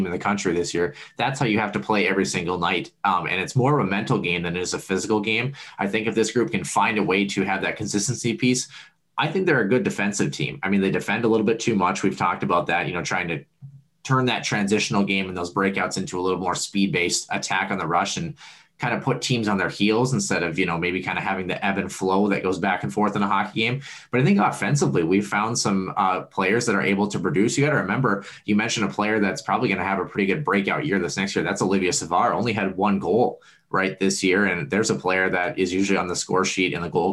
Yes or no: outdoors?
no